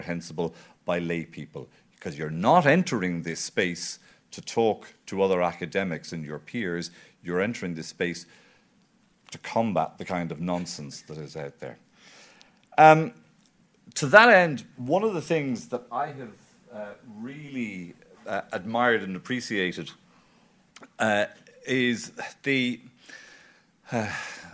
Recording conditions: live audience